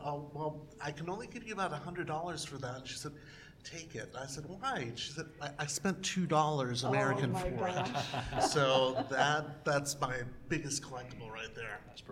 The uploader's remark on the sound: Here is the live recording from Chicago Tardis!